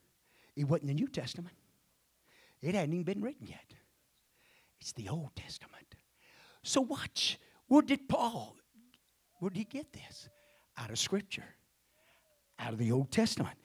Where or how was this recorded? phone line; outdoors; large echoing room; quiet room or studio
large echoing room